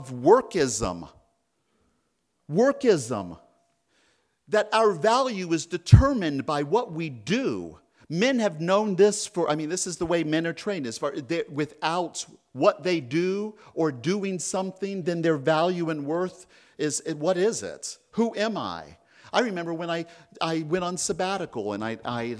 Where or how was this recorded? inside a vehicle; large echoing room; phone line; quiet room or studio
large echoing room